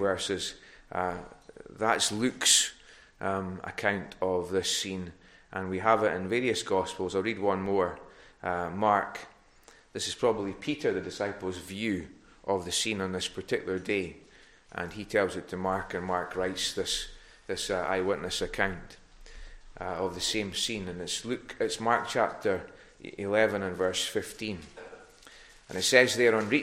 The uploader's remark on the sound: recorded at North Harris Free Church on the morning of Sunday 24th April 2022